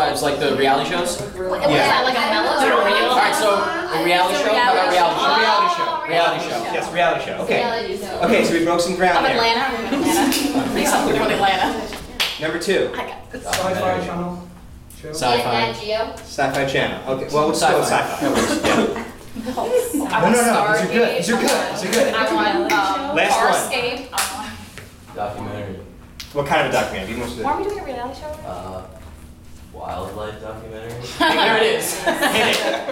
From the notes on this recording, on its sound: Repeat the scene in various genres selected by the audience. Pity Applause performs live improv comedy every other Friday in NYC!